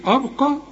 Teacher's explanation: هنقول أبا قاء القاف هي المفخمة مع المد بتاعها